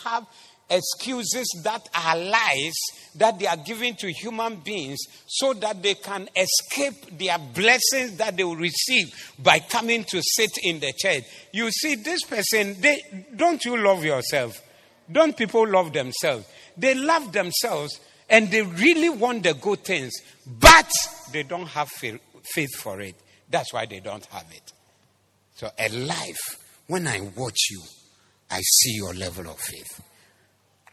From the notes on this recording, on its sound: Preached at the Zeloo Service 19112023